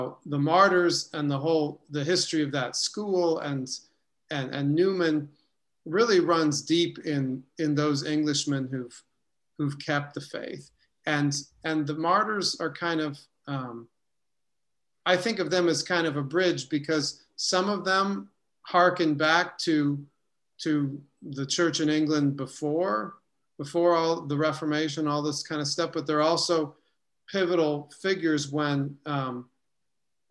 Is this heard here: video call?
yes